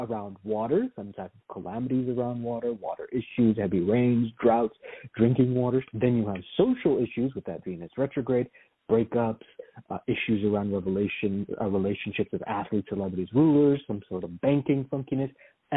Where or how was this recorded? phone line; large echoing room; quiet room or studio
phone line